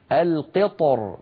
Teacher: كذلك الأمر بالنسبة لي وأسلنا له عين القطر، هنا في عندنا جمع بين الساكنين القطر، فيفخم الطاء ثم مباشرة وأيضا يفخم الراء لأن الحالة الأولى التفخيم القطر، فيجمع بين مفخمين القطر باللطف من غير تكلف.